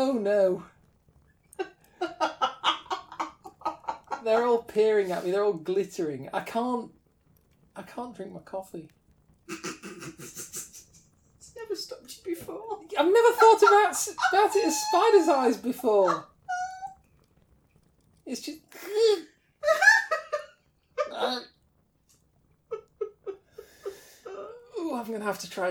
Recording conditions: sounds in the background